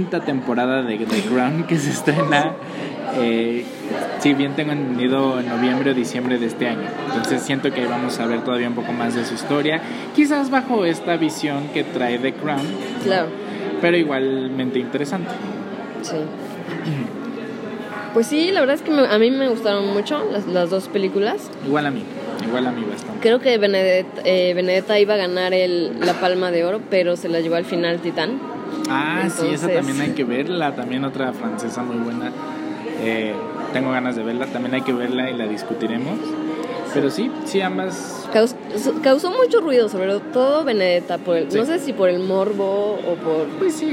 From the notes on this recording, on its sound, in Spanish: grabado en un café